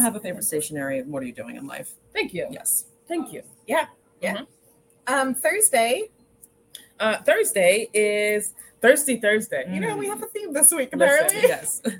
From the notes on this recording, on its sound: We'll be recording from Buckies Biscotti in Dennis Port!